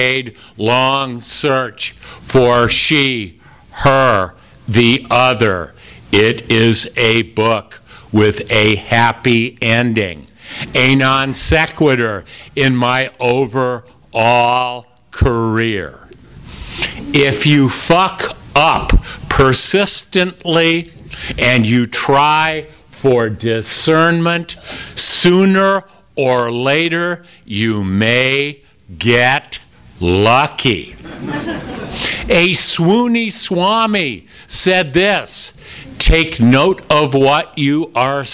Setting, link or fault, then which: setting, live audience